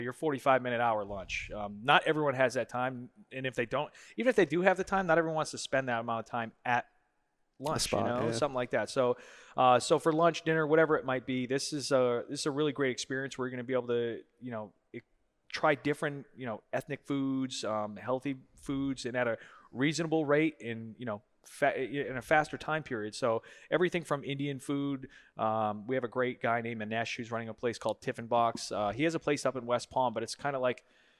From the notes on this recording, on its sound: Recorded at Hospitality 2021 at the Aloft Delray Beach.